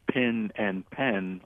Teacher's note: When I was growing up and I had a very strong African-American dialect, I pronounced the words pin and pen identically. I did not make a distinction in the vowels that I used. I would talk about ink pens and straight pens, and that's how I maintained the distinction.